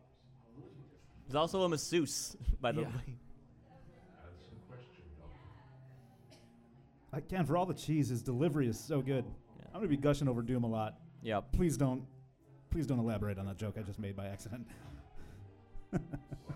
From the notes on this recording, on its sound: Coming to you live from Drifter Coffee in Ferndale, Michigan. The first ever Good Brews Bad Views live episode. A live vote where the fate of the podcast is decided upon.